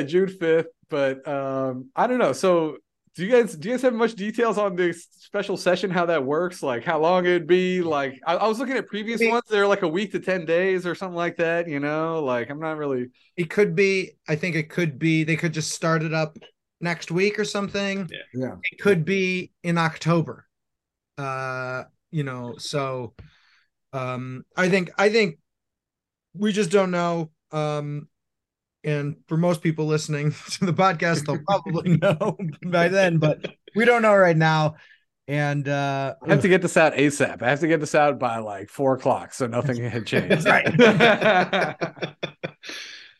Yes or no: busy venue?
no